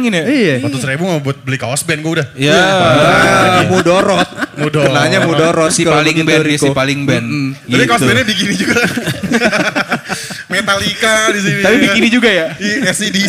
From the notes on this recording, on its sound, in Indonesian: The JokeAss LIVE PODCAST waktu Grand Opening Sedjuk Pejaten